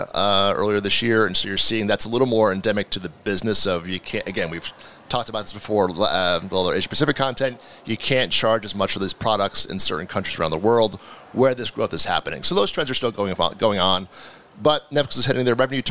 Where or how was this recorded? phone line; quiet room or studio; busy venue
busy venue